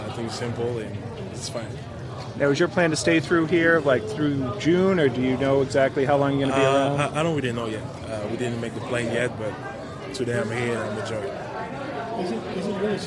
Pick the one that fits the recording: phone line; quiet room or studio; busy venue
busy venue